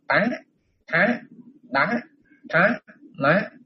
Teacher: Nhóm tá này là âm răng, nên tất cả các âm này đều, cái lưỡi đều đánh vào răng cả.